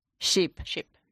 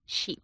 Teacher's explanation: Una es una I más corta y más cerca de la E, y la otra es una I más larga y más sonido I, como el español.